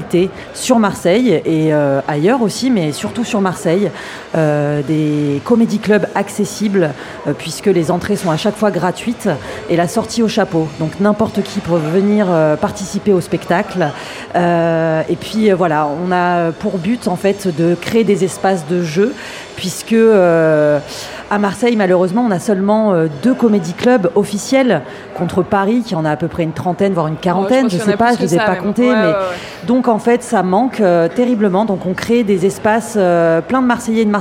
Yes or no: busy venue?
yes